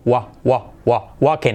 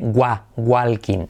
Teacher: Cuidado la W porque no va a ser una G, gu, sino u · Shown in: first take